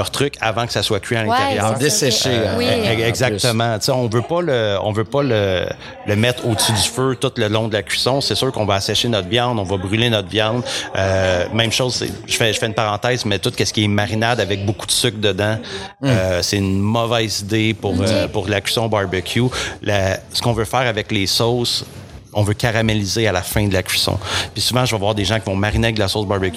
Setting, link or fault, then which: setting, busy venue